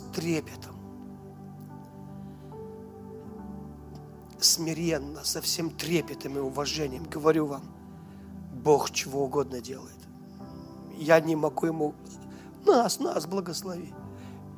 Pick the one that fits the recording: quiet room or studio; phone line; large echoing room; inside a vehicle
large echoing room